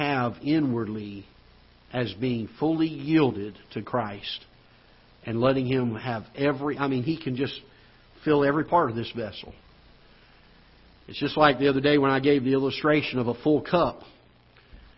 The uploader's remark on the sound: Ketha Heights Baptist Church ~ Live Broadcast